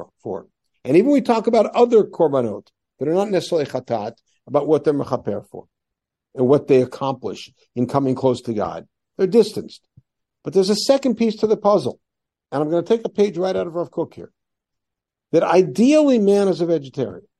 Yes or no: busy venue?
no